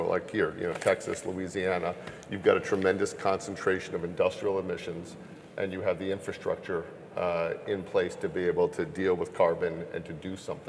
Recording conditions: busy venue